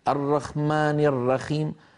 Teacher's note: بعض العجم الآخرين يستسهلون الخاء بدل الحاء